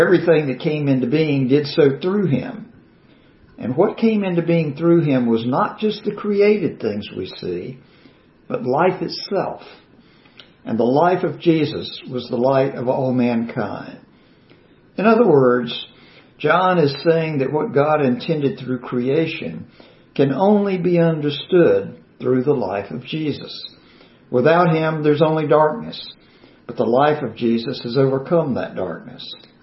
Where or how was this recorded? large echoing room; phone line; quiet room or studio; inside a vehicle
large echoing room